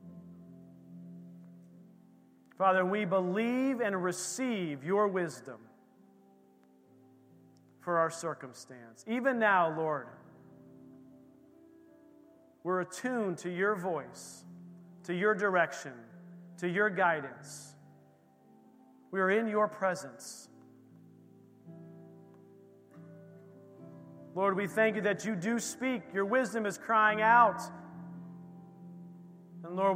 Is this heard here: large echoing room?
yes